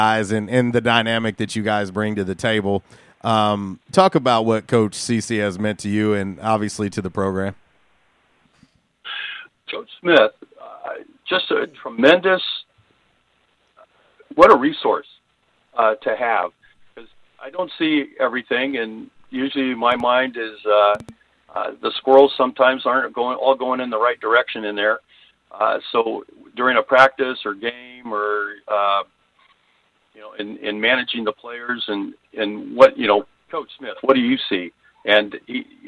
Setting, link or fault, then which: link, phone line